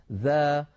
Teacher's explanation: فلا استعلاء ولا تفخيم في الذال · Term: حرف مستفل